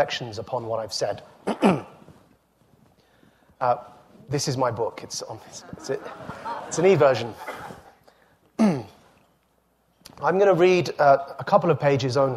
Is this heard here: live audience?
yes